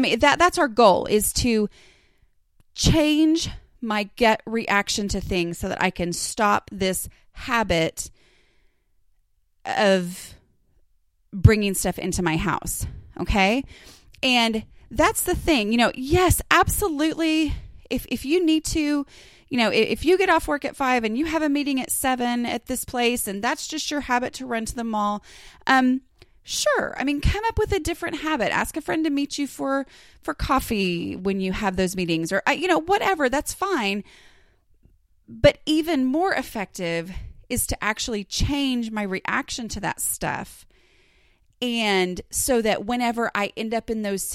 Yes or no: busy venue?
no